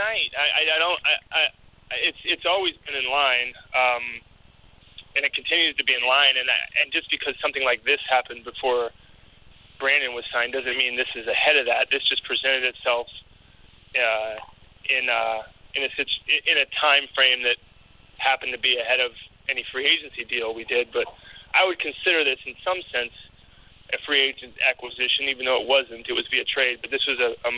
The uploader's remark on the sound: Conference Call